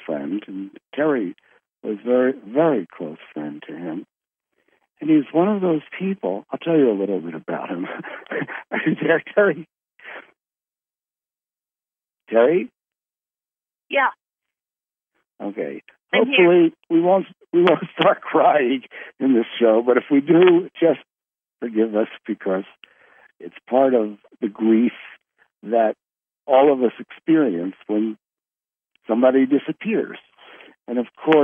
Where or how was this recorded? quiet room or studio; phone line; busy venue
phone line